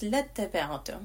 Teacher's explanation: Okay, it's just there as a base, and we don't pronounce it. We connect the lam fatha directly to the ta mushaddad. So it's lattaba'tum.